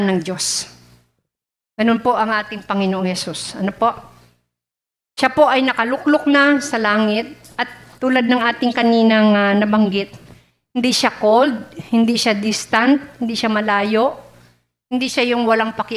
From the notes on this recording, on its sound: Recorded live at The Shepherd Of Faith Family Church on January 2, 2022.